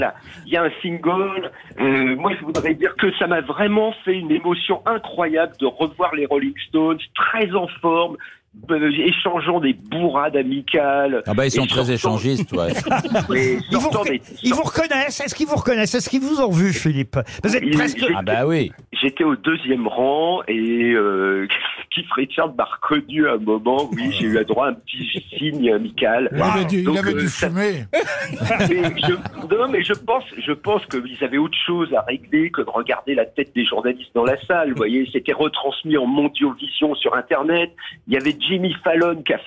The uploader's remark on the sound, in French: Un célèbre rockeur au téléphone !